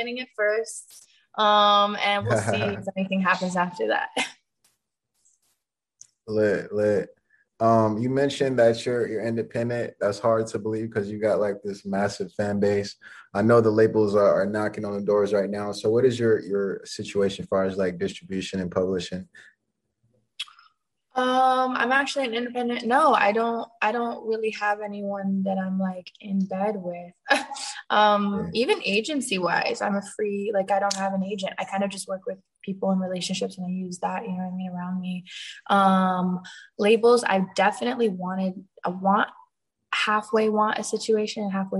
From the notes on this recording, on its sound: Zoom interview.